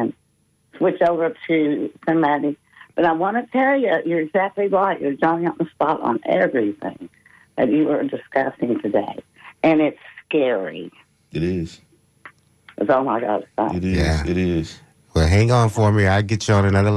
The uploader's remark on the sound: unique magazine format call-in show